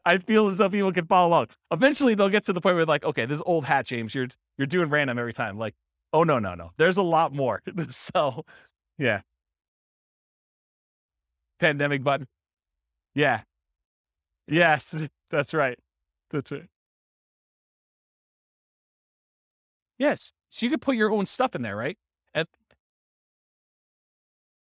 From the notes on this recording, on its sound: This was a live class recorded